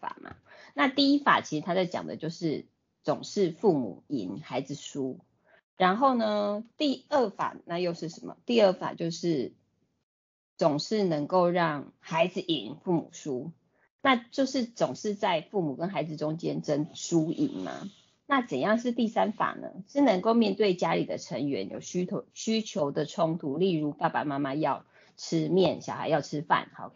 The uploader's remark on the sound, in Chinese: 此為線上課程錄音檔！講座錄音。